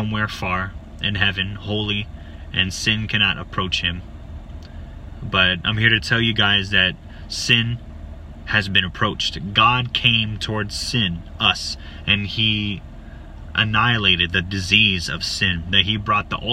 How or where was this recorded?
outdoors